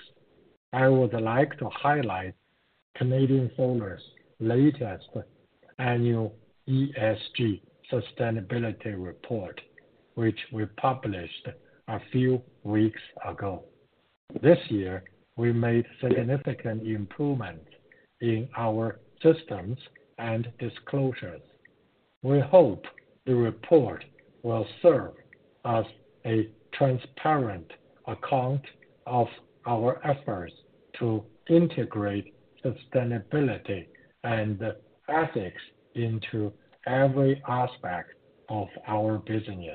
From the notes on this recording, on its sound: Q2 2023 Earnings Conference Call of Canadian Solar Inc.